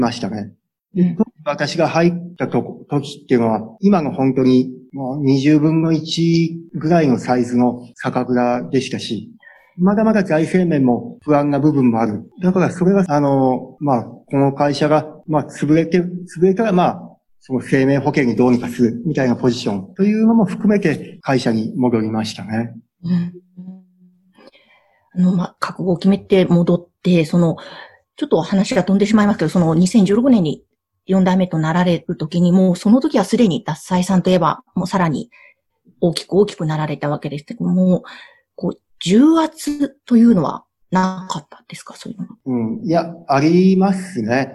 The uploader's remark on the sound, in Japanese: Zoom・オンラインでインタビュー収録をしています